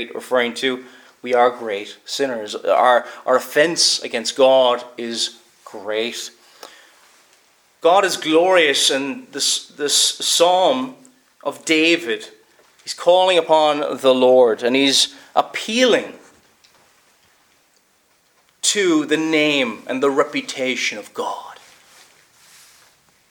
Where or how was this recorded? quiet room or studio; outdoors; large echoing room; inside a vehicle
large echoing room